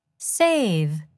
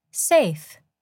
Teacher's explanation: Listen to the words save and safe. Save ends in a voiced consonant, and safe ends in a voiceless consonant.